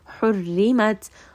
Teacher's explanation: Ra in this case is light. Ha is going to be from the middle of the throat, so do make sure that you give it quite a lot of air.